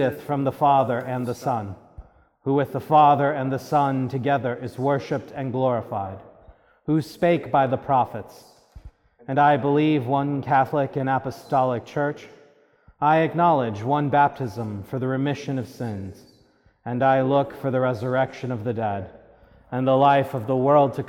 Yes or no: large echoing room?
yes